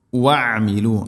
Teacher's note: ഐന് തൊണ്ടയുടെ മധ്യഭാഗമാണ് മഖ്റജ്